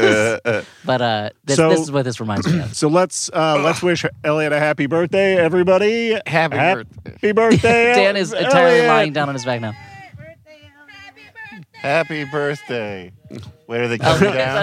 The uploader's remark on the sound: a mini recorded LIVE from another special occasion